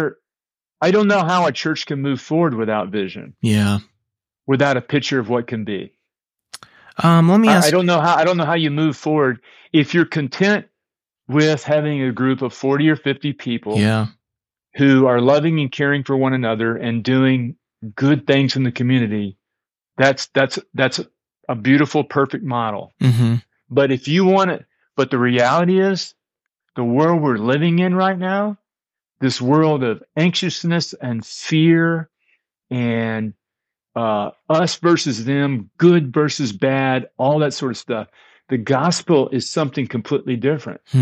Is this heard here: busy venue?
no